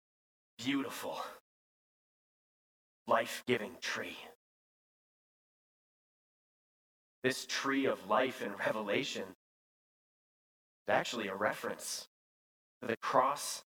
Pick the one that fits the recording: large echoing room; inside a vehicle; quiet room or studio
large echoing room